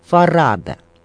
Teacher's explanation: Между прочим, многие ставят ударение в фамилии Семен Фарада на последний слог, тогда как сам актер утверждал, что это ошибка, и ударение должно приходиться на второй слог, то есть Фарада.